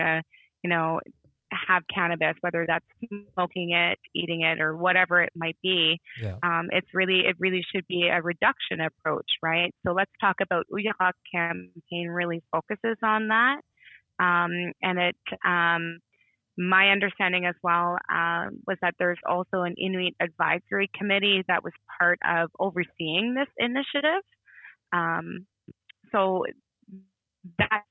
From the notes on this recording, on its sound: We're here on the phone.